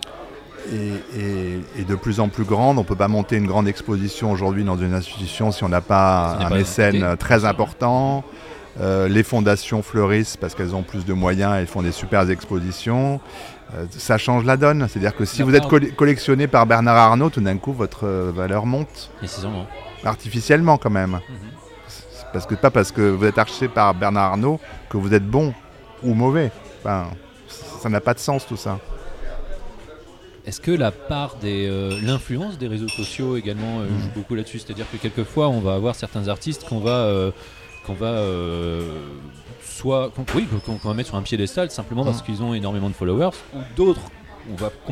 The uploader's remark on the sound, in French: Enregistré au bar Les Ondes, 2 avenue de Versailles à Paris (16e).